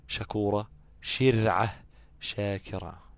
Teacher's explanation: الشين وسط اللسان مع ما يحاذيه من الحنك الأعلى ولكن دون ما التصاق، فيكون المخرج غير منقفل تماما، ورأس اللسان عند الأسنان، زي كلمة مثلا شكورة شرعة شاكرة.